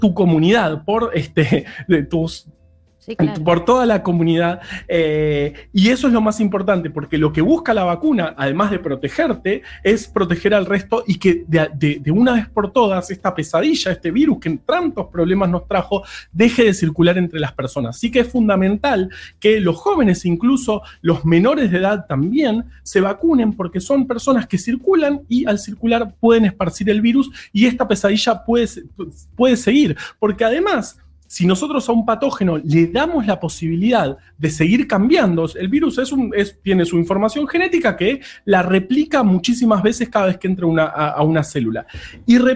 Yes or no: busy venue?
no